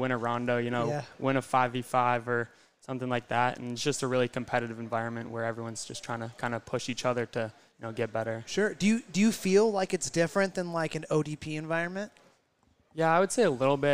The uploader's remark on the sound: Live from Utepils